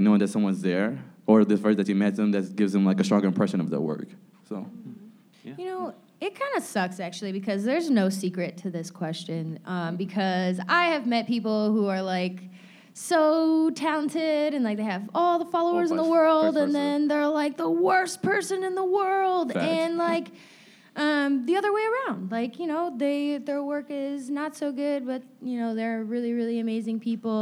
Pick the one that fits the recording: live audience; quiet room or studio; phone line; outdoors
live audience